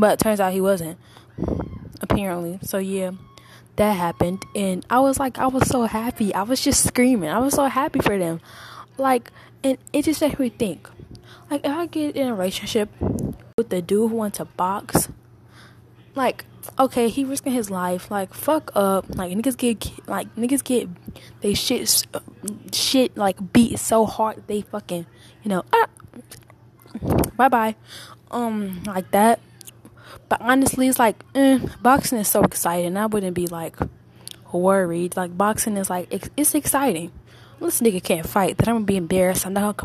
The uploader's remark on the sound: Just a quick podcast, I dont have my mic but I have my phone! This podcast still sounds good ig.